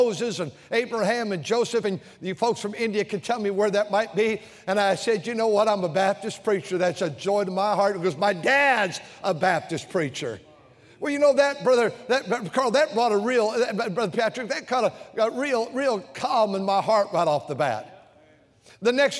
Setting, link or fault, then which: setting, large echoing room